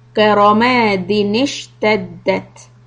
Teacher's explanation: So we have to break up the din into dini. So what we are basically doing is adding a kasra on the noon sound.